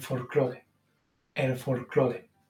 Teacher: el cambio de la L en posición implosiva por una R